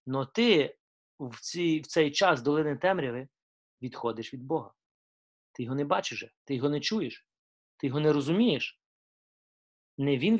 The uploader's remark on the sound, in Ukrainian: Zoom зустріч